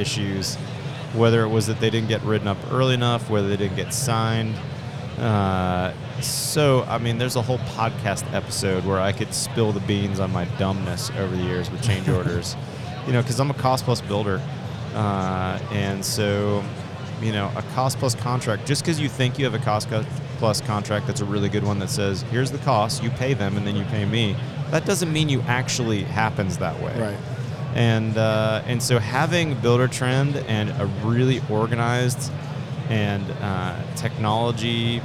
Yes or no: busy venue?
yes